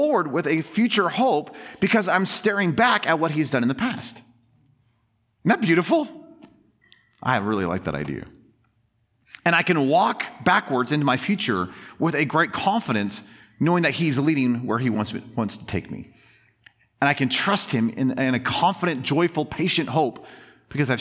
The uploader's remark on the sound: In this special bonus episode, recorded as a Sunday sermon.